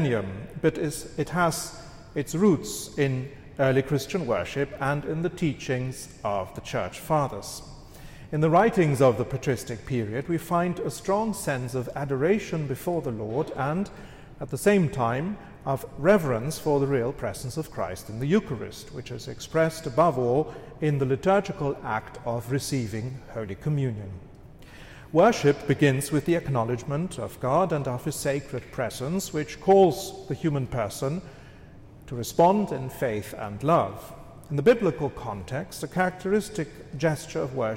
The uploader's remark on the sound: This lecture was given on September 18th, 2023, at the Thomistic Institute at the Dominican House of Studies.